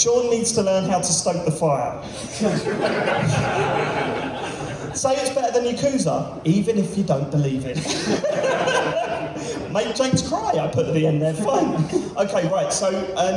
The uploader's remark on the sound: Live at EGX Rezzed 2019